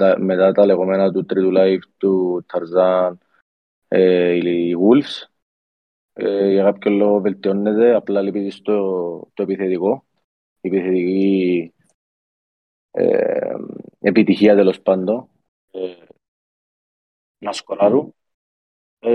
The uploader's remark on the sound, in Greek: Live συζήτηση στο discord του FPL Cyprus